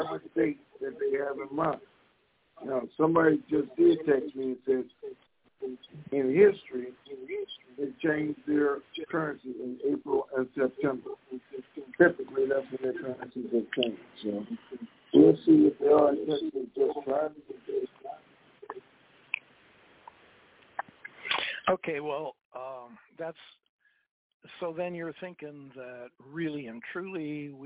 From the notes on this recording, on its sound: TNTSuperfantastic Conference Call